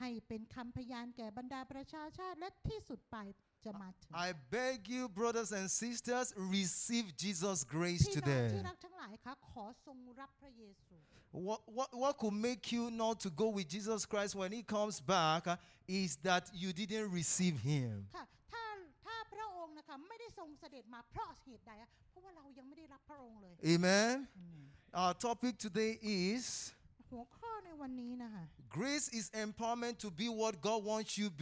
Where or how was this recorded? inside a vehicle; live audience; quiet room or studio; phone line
live audience